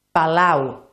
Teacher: Palau, el so es tanca, també decreix. D'una A, que és més oberta, passem a una U, que és la vocal, una de les dues vocals més tancades. · Term: diftong decreixent